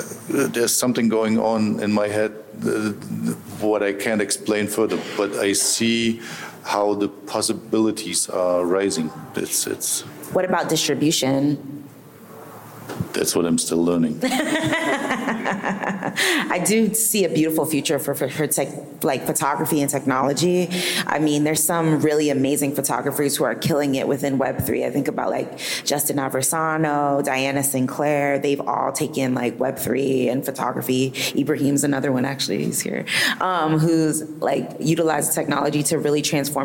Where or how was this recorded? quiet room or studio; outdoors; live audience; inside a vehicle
live audience